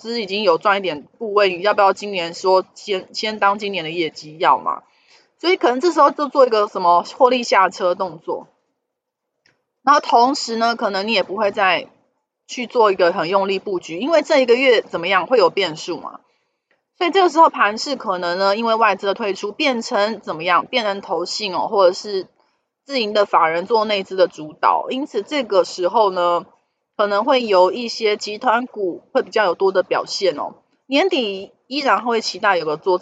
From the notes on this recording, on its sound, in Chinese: 本集有些許雜音，已亟力避免，如有察覺請多多包涵